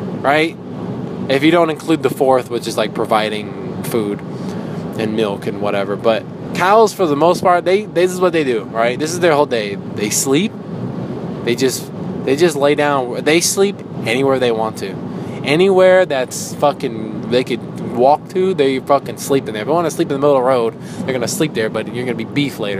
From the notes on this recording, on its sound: I talk in my car